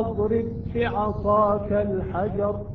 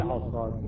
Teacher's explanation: اضرب باء ساكنة مع الباء المتحركة أصبحت باء مشددة